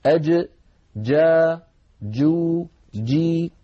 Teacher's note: من وسط اللسان وليس من طرف اللسان · Term: الجيم